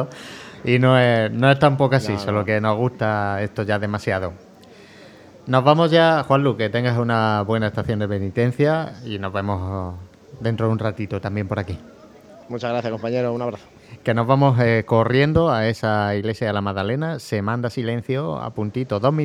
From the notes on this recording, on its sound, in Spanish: Retransmisión en directo del Martes Santo en Jaén en el año 2023.